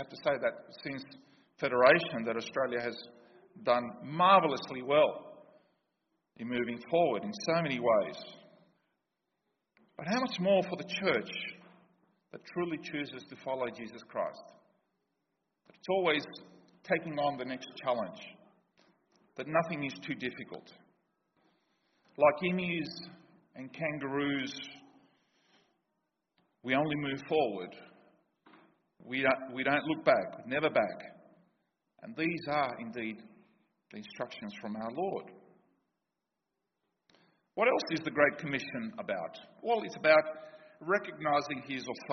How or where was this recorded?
large echoing room